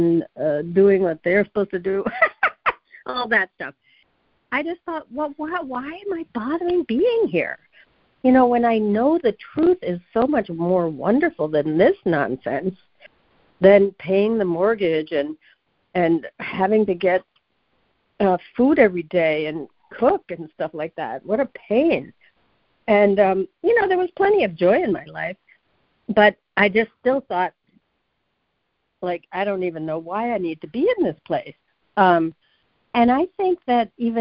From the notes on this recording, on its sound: ACIM Daily Conference Call